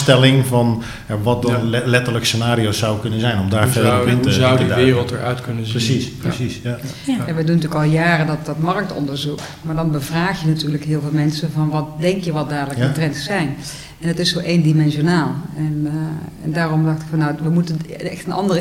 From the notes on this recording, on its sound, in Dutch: welke tijdens World Workplace Europe is opgenomen